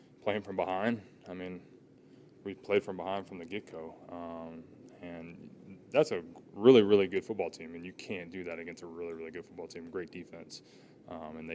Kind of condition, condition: setting, busy venue